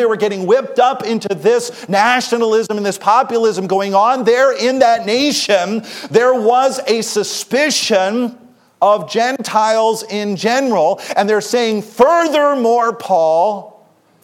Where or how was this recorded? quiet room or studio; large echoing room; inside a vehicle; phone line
large echoing room